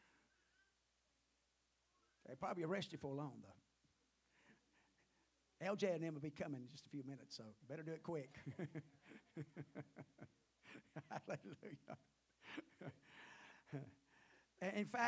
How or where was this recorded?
large echoing room